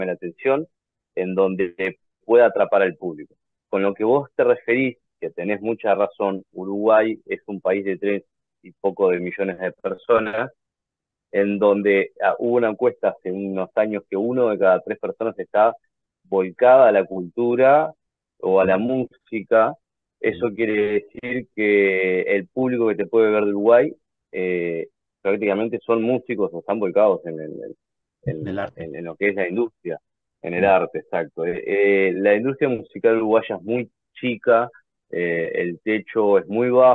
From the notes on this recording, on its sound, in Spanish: Charlamos vía zoom